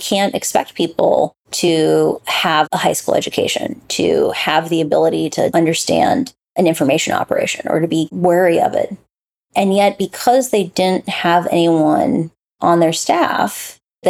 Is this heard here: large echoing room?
no